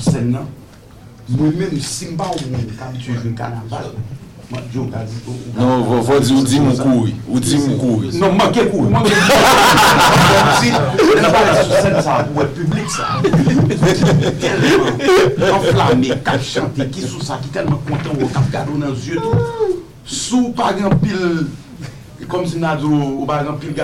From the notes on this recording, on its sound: PRESS CONFERENCE LA NUIT DU KONPA À PARIS 7 AVRIL 2107